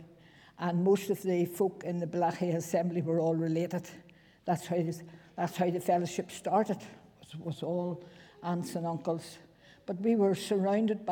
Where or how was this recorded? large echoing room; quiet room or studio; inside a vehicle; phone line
large echoing room